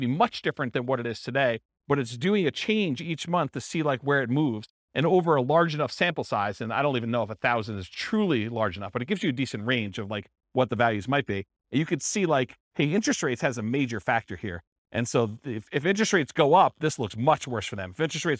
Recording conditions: live audience